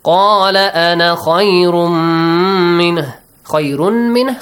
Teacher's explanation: You ignore it. While you join, you ignore the alif. And if you stop at the word ana, you read it.